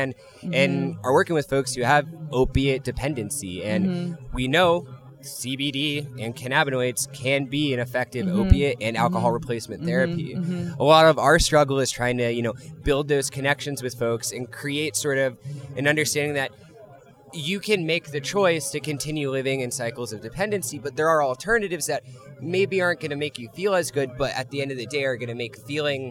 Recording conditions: busy venue